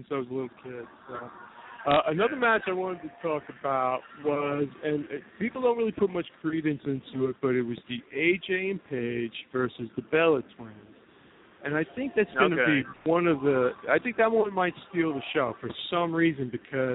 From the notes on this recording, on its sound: Calling in LIVE from the beautiful and luxurious Atlantic City, New Jersey! The phone lines will be open.